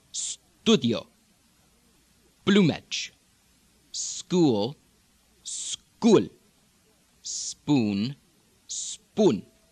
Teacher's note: in American English, oo, studio, plumage, tends to go oo, oo, one sharp oo